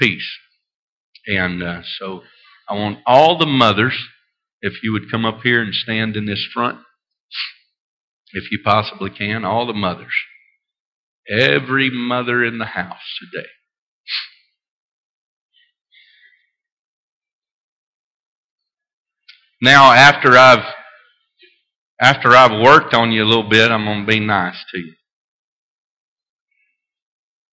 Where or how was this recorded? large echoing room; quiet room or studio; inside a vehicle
large echoing room